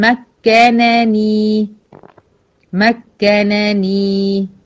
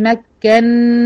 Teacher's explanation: أدغمنا النون الأولى في النون الثانية وبقت نون مشددة مع الغنة · Shown in: second take · Term: إدغام مثلين كبير